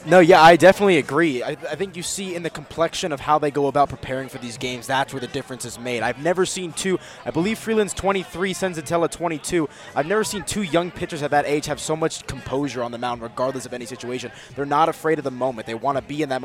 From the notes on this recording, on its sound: live at Tap Fourteen